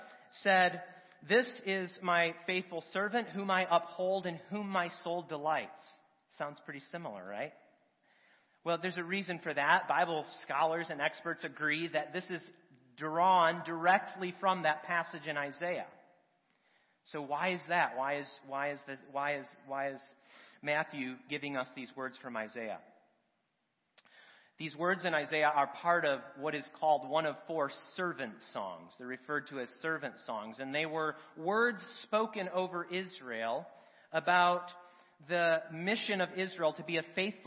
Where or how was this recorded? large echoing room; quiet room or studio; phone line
large echoing room